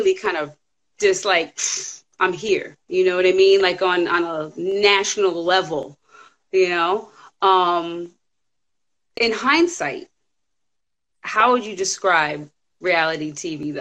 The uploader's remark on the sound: special Instagram Live #WFH edition